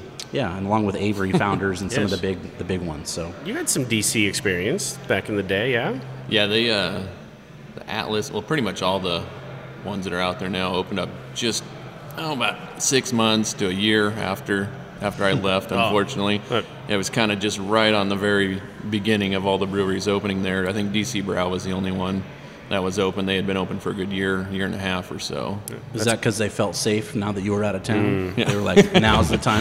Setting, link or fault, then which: setting, busy venue